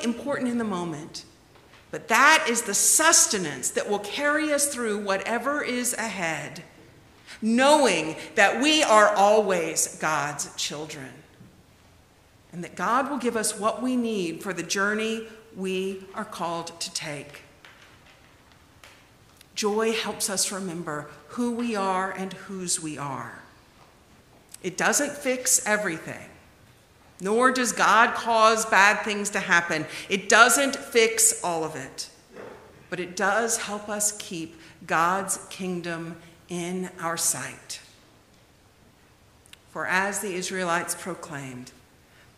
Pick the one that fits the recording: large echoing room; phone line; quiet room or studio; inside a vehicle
large echoing room